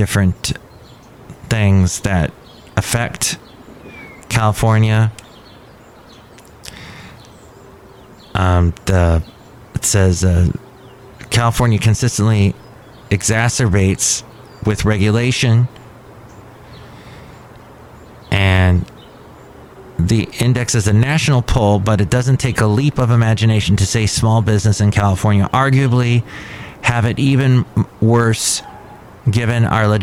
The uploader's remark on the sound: podcasts live from Café Anyway